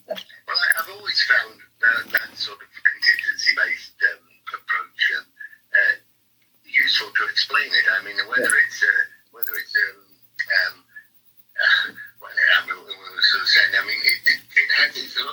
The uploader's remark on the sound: He kindly interrupted his holiday preparations for the interview which explains the sound quality which even Buzzsprout editing could not improve.